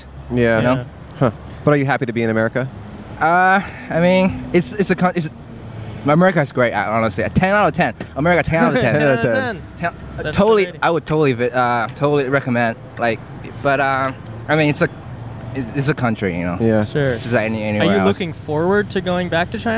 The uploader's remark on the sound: Recorded on Hollywood Blvd!